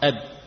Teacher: Adapun ba sukun, ya, bibir kita perlakukan dengan kebalikannya, ya, yaitu kita awalnya tidak mempertemukan, lalu kita pertemukan.